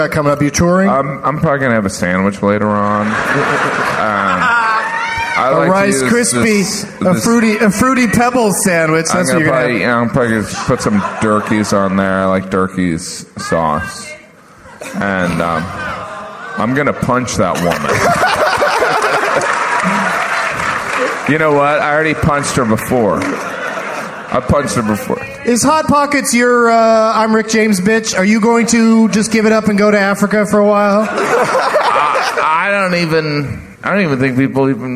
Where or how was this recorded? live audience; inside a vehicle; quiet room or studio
live audience